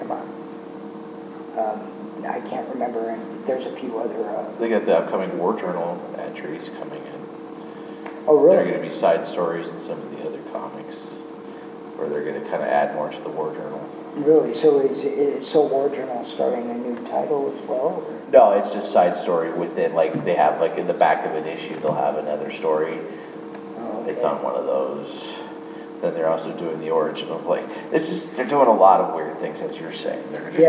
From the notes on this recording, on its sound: technical difficulties run a muck